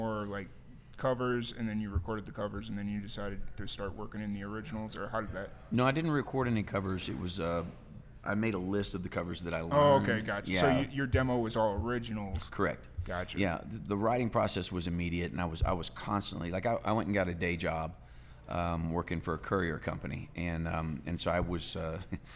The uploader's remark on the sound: Live at the Liberty